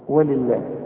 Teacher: لفظ الجلاله هنا مرقق لان اللام مكسوره